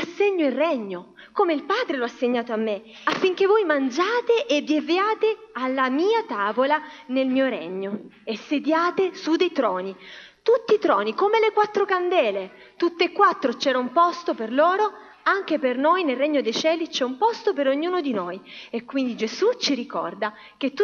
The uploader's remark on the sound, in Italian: Registrazioni dal vivo della storia dedicata ai bambini durante il sermone sabatico della chiesa cristiana avventista del settimo giorno di Forlì.